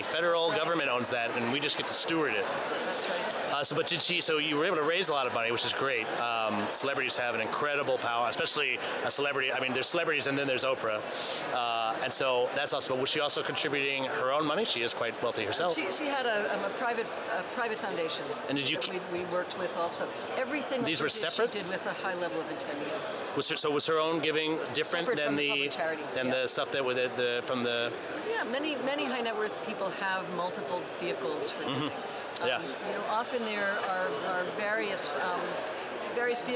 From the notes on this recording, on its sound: set up a recording booth in the lobby at this year's Nexus U.